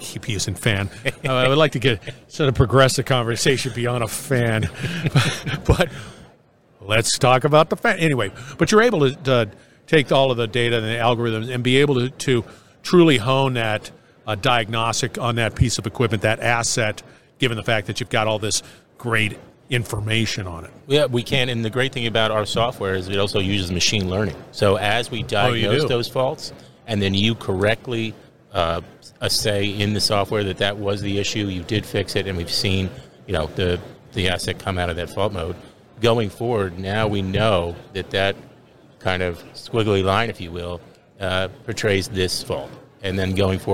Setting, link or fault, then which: setting, busy venue